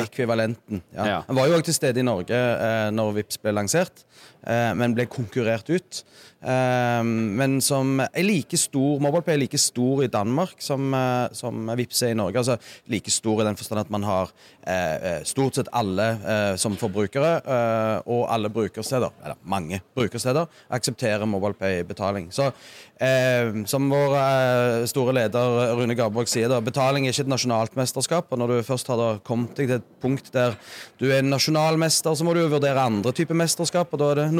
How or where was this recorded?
busy venue